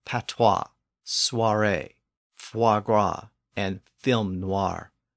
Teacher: because they are recent loanwords, they have the modern French pronunciation as wa instead of oi